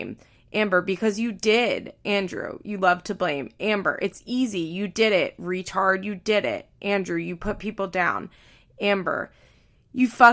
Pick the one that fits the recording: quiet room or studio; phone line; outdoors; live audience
quiet room or studio